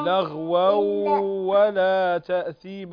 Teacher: هنا تنوين وبعده الواو، والواو من حروف الإدغام بغنة